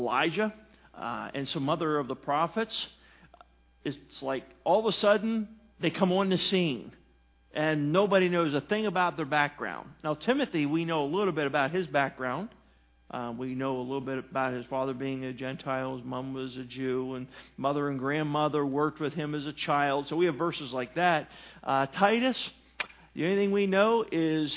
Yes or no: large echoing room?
yes